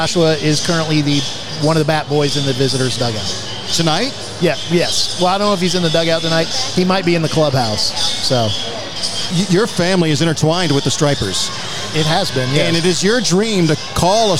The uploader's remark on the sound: Live Broadcast from Gwinnett Stripers Game at Coolray Field. Was on site at Coolray Field in Lawrenceville, GA, home of the Gwinnett Stripers, the Triple-A affiliate of the Atlanta Braves.